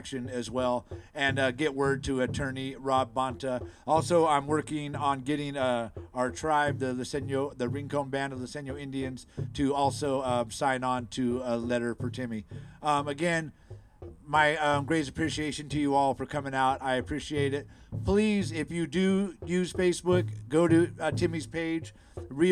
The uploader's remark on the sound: Sounds from the 2023 Memorial Walk for Justice for Timothy Charles Lee. Near the Concord BART station. We’ll hear some voices from the Memorial event.